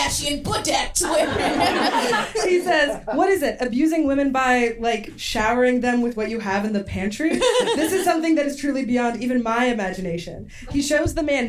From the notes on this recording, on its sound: Live from Union Hall